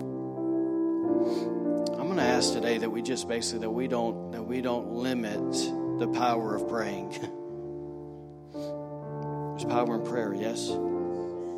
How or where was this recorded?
large echoing room